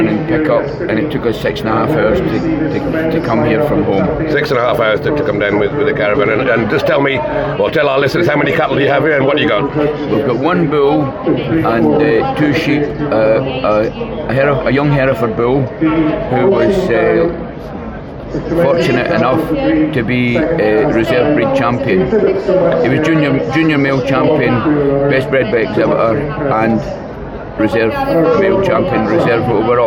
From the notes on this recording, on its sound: A recording live from the Royal Welsh Show in Builth Wells in this highly spontaneous if not somewhat challenging episode.